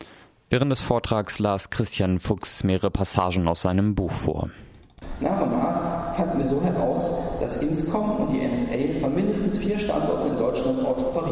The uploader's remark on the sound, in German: In einem Vortrag in der Uni Freiburg.